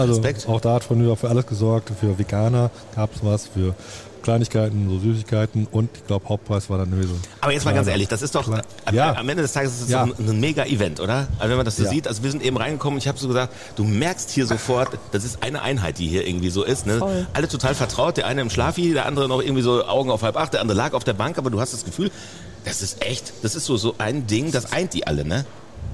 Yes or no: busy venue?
yes